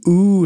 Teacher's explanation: So it's rounded lips, sort of front of the mouth, long vowel. · Term: ooh sound